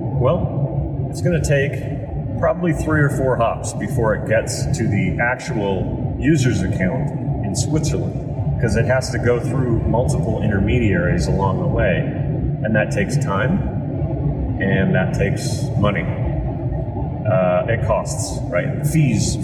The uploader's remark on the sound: Sorry for the audio quality issues, but this one has a enough good info to warrant putting out a podcast that is technically subpar.